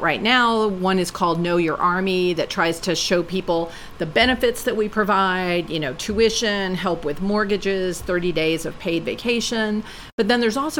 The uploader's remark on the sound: Live from RNDF22.